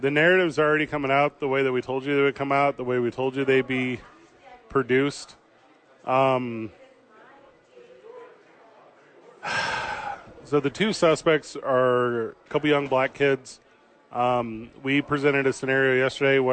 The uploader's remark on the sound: live from Sadies on 4th